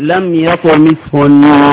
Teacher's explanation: وقفت اهو بالسكون وفي نفس الوقت جبت ايه؟ جبت الغنة